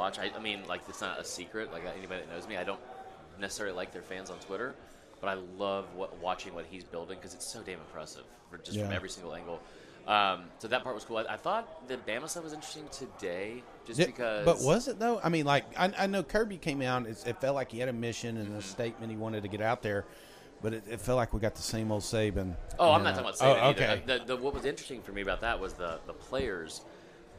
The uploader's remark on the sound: live from 2023 SEC Media Days!